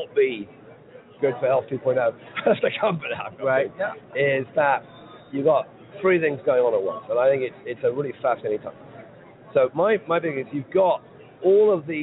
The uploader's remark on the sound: Live From #HiMSS 2016: Day Three